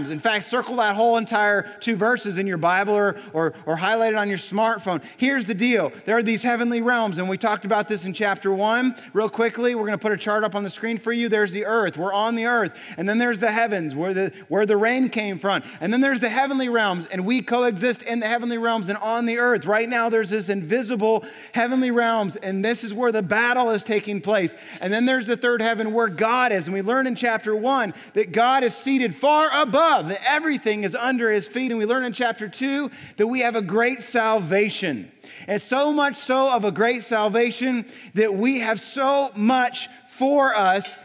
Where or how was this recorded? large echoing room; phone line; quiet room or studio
large echoing room